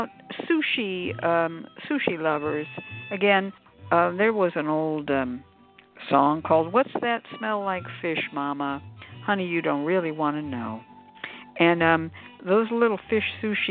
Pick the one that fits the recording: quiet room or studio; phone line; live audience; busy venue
phone line